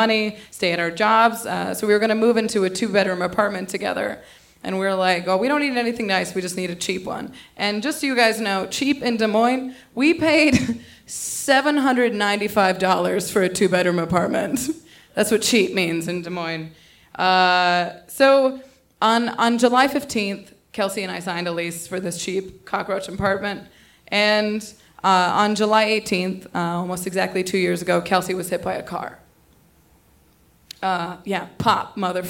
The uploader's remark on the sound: This story was originally recorded on 20 July 2016 at Buntport Theater in Denver, Colorado. The theme of the evening was “Pop!”.